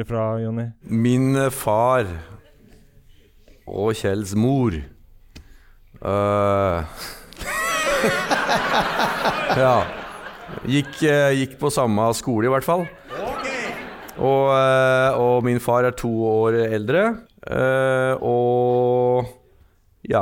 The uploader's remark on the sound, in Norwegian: Live fra Trondheim